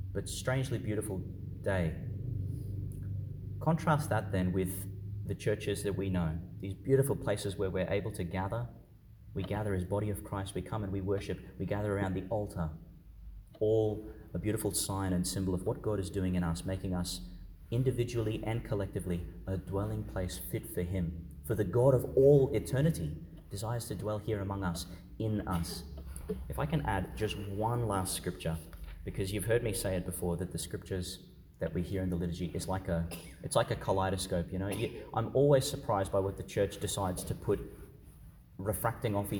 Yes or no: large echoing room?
yes